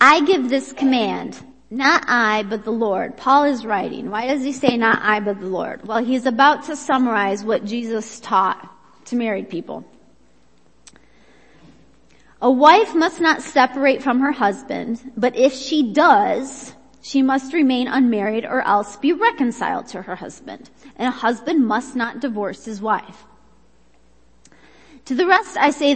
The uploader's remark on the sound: Worship Service - Audio